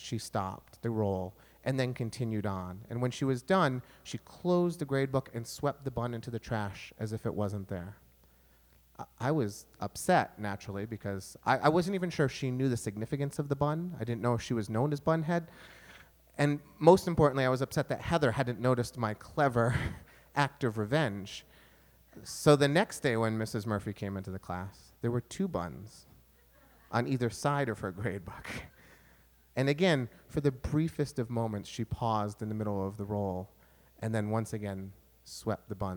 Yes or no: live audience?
yes